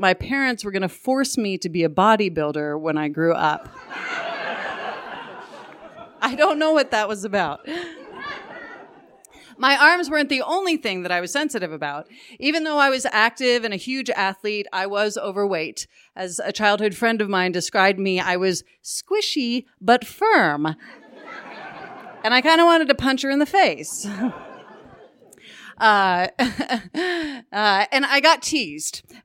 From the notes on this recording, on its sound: told this story live on 20 February 2019 at Buntport Theater